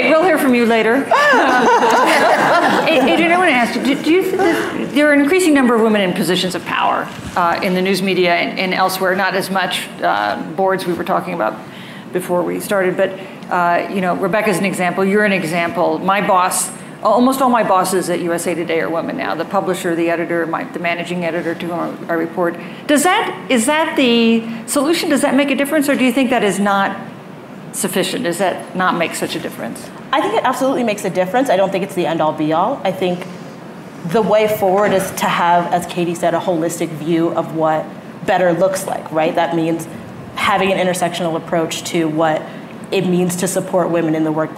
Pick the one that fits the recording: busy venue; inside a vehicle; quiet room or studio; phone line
busy venue